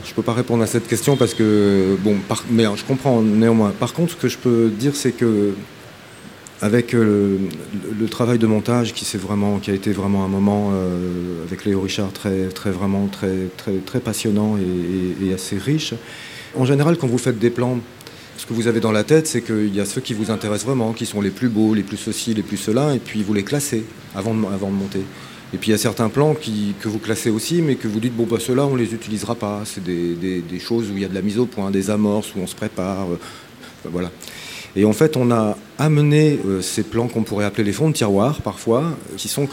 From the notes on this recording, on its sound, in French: Radio Grenouille s'installe en public, sur la terrasse du Théâtre des Bernardines, à l’occasion de la 31e édition du FID, le Festival International du Cinéma de Marseille. Dont les réalisateurs seront présents autour de notre plateau.